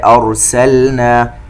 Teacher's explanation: همزة مرققة وبعدها راء ساكن، الراء تفخم